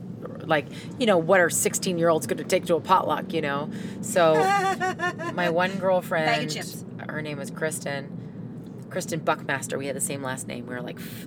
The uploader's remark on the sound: This is the post-convention roadtrip record. Listen as we stop for ice cream, fast food (in that order), and possibly catch a couple in another car...